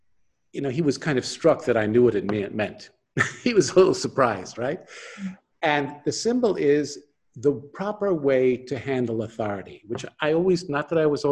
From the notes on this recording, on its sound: This interview was conducted over Zoom.